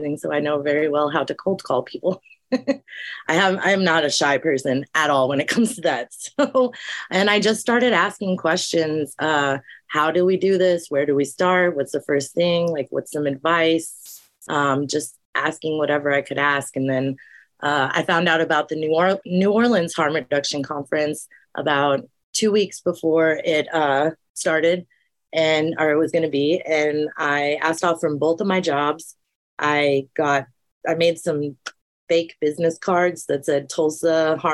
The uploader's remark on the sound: Recorded 4.26.2023 in Raleigh, NC and Tulsa, OK on Zoom